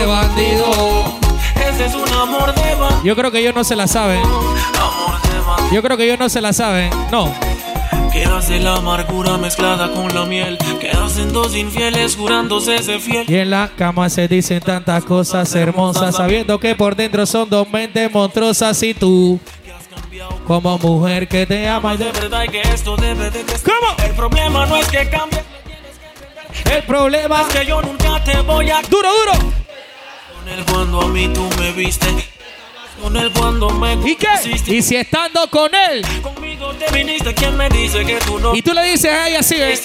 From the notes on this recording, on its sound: Reggaeton live session at Clandestino Casco Antiguo Panamá.